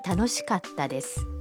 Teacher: در کلمه کاتا بین کا و تا یک مکس خیلی کوتاه داریم، یعنی در واقع صدای ت با تشدید تلفظ میشه